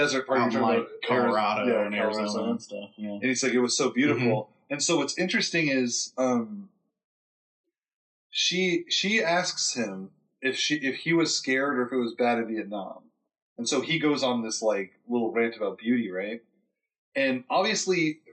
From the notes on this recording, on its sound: (Also once again we apologize for some audio issues).